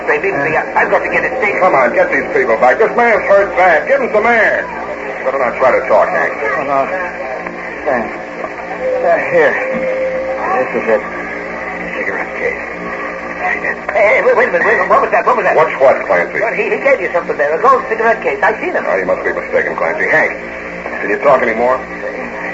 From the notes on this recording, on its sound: Audio is poor, with lots of hum.